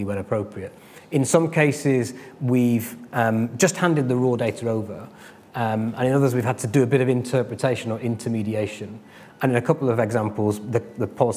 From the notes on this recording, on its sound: This event was the 46th in our series, where the speakers presented their work in an exciting, quickfire format. Each speaker had eight minutes, followed by eight minutes of questions from the audience.